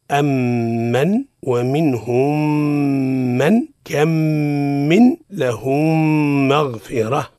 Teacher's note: تدغم الميم الساكنة في مثلها، أي في الميم · Term: الإدغام بغنة